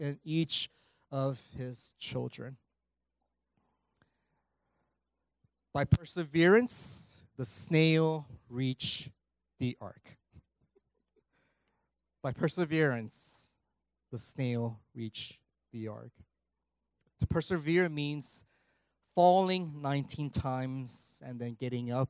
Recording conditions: large echoing room